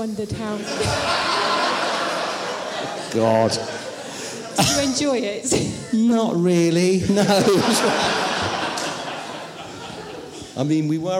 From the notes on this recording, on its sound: They were talking in front of an audience